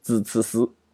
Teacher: 平翘舌音不分，啊，知吃诗统一都读成自词丝